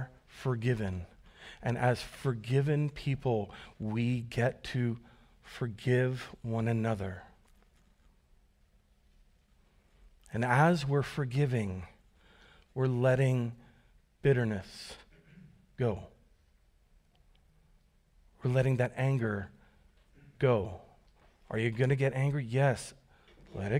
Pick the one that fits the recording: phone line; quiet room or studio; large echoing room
large echoing room